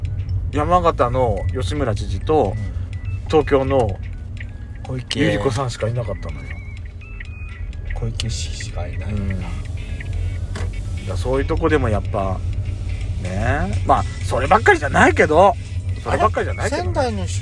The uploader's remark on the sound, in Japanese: ドスドライブ収録 #ロードノイズゴメンね